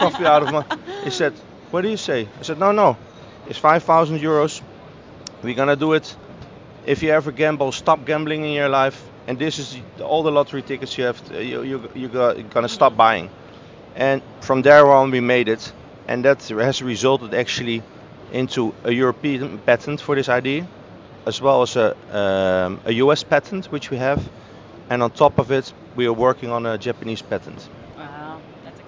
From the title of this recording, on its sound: Live From Seafood Expo Global